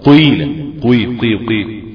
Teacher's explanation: ياء مشمة صوت واو قيلة قيل قيل قيل كأن بضم كده شفتيها قيلة قيلة قيلة قيلة. · Term: الياء المشمة